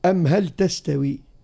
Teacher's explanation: وأظهر هشام عند النون والضاد وعند التاء في قوله تعالى في الرعد أم هل تستوي